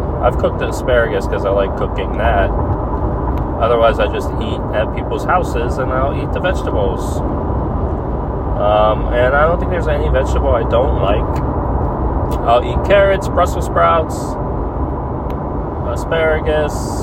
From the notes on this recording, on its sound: I talk while driving home from work